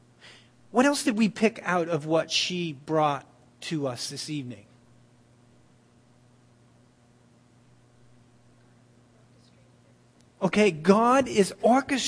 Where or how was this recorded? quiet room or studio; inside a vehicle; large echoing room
large echoing room